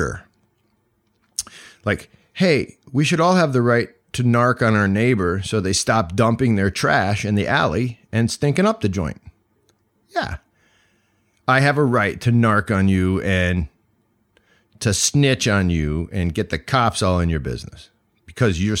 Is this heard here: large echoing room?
no